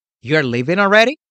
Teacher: las declarative questions se identifican primeramente con el tono de voz ascendente al final de la oración. Si pudieron notar, al final de la pregunta, you are leaving already, hice que mi voz ascendiera.